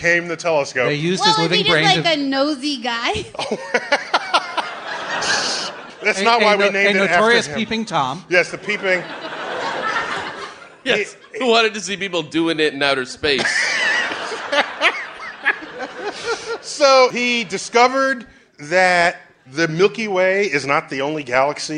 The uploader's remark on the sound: Live at the Bell House. At the Bell House in Brooklyn, NY. For our second show in front of a live audience.